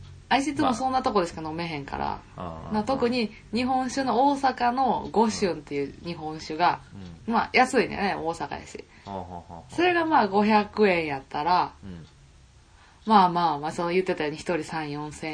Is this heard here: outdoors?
no